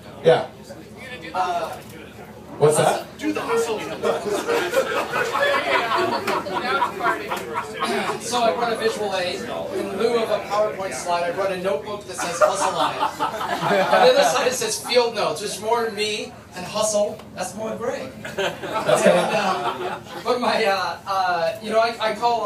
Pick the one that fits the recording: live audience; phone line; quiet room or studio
live audience